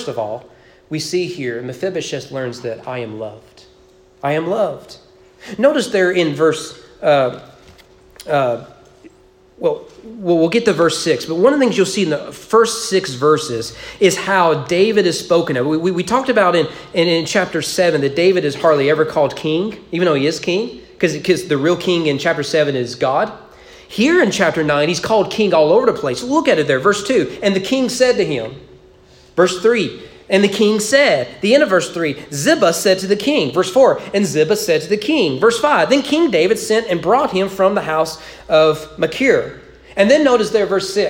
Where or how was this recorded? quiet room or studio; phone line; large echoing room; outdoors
large echoing room